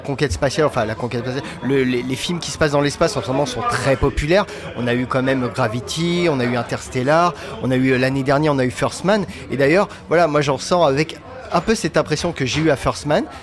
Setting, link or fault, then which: setting, busy venue